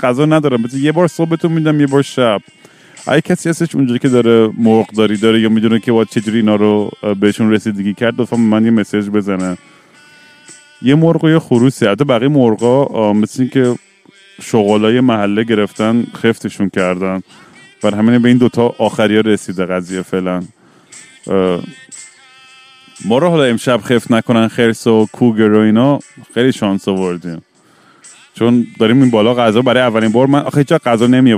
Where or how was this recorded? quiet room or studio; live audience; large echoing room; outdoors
outdoors